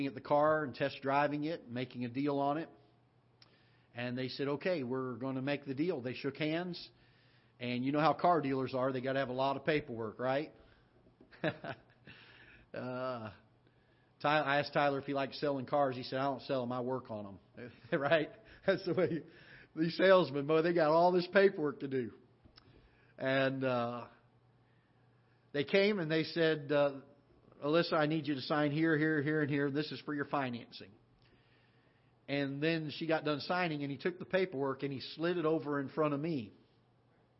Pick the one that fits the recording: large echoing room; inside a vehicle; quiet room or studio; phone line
large echoing room